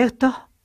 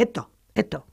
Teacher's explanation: O bien se aspira y se dice esto, como en zonas de Andalucía o Canarias, o bien se pierde directamente, se elide y se dice esto, esto, como también en zonas de España, lo mismo en América.